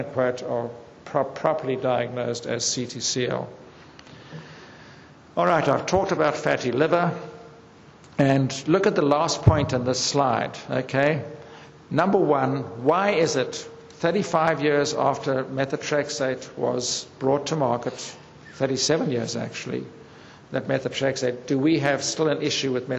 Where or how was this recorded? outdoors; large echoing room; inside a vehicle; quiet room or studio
large echoing room